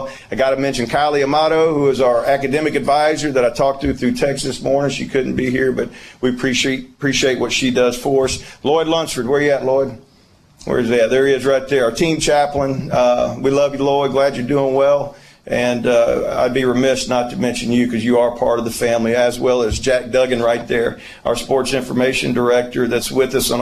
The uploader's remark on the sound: Introductory Press Conference with post commentary.